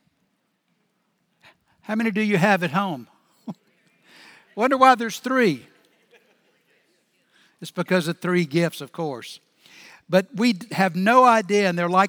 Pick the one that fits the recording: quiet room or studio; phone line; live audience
live audience